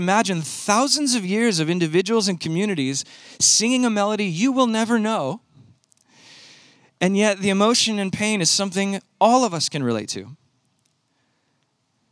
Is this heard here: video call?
no